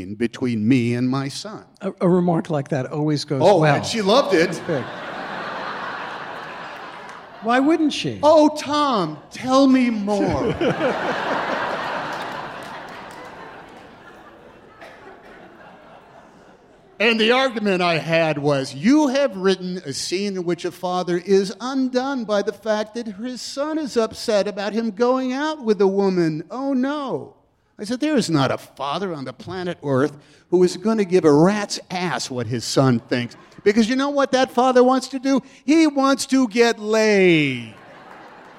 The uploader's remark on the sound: onstage at Symphony Space as part of The New Yorker Live